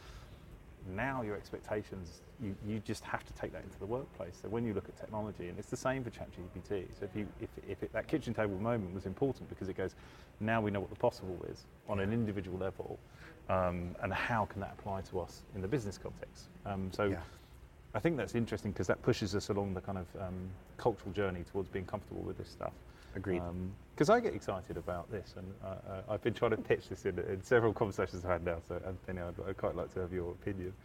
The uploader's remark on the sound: Live from InsureTech Connect Vegas. Live from InsureTech Connect Vegas.